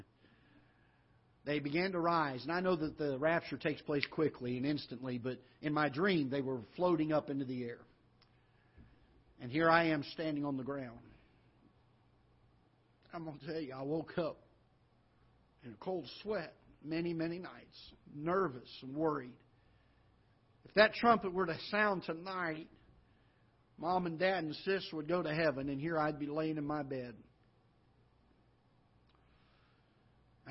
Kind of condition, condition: setting, large echoing room